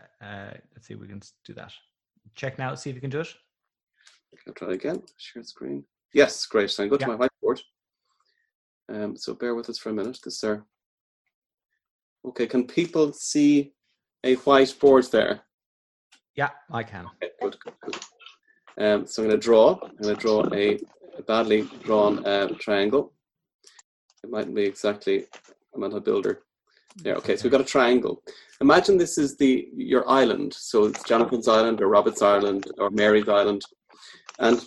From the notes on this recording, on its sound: This is the first in a series of four programs recorded on Zoom with a live audience.